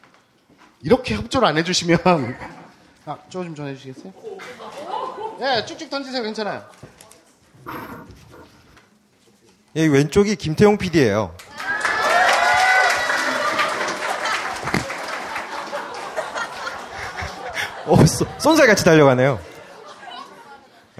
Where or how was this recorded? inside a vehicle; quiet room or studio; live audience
live audience